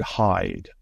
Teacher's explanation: But for example, the vowel I, as in the word hide, if you make that vowel, if you make an I, your tongue actually has to move during it